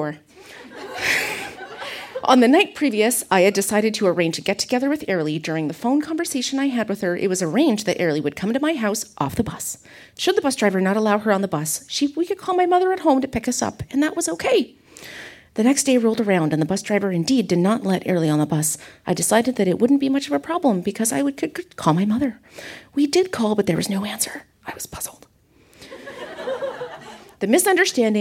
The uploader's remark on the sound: Recorded live at the Kingston Canadian Film Festival. Photos from our Kingston, Ontario event.